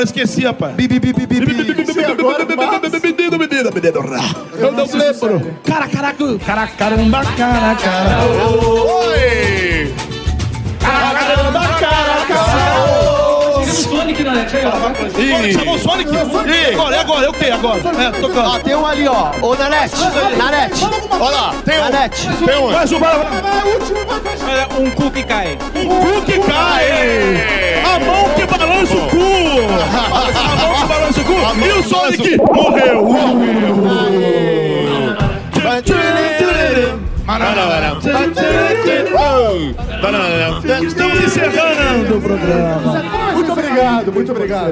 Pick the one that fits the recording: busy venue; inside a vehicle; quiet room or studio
busy venue